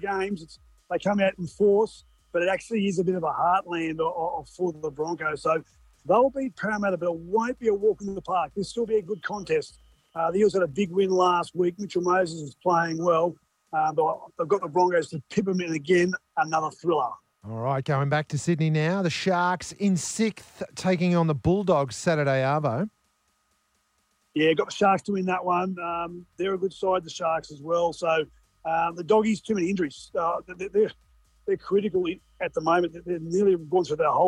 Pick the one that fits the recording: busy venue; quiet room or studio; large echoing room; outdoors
outdoors